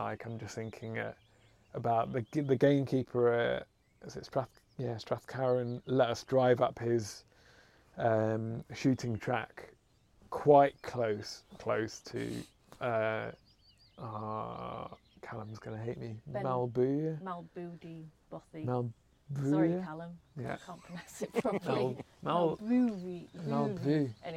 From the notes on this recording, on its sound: The rain did come in whilst we were chatting so the lens does get obscured by droplets, the hazards of recording outside.